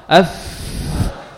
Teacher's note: dia memiliki sifat hamas, ya, nafas yang banyak keluar.